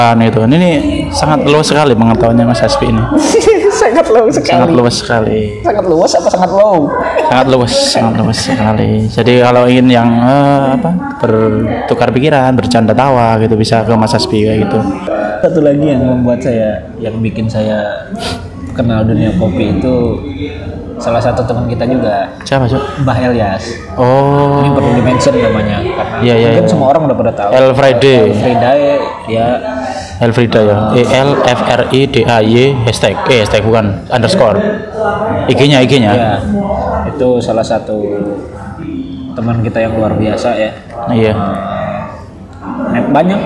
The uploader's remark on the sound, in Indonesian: kami rekaman di dalam cafe Jendela (Tembalang)